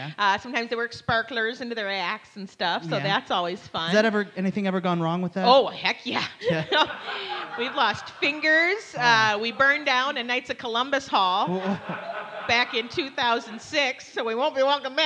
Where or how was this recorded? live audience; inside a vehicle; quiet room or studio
live audience